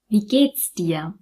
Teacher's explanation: Wir verbinden hier das T und S.